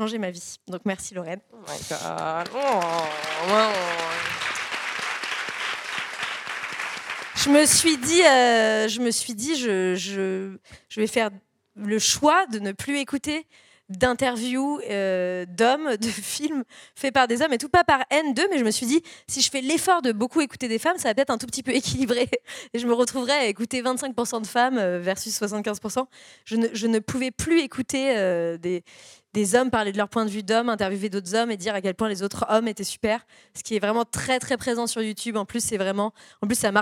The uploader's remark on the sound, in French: Pour son premier événement en live. Trois jeunes humoristes pour une table ronde. Celle-ci était suivie, pour les présents à l’Apollo, d’un plateau de stand-up inédit.